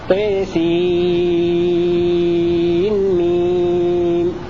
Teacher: بإظهار نون السين عند الميم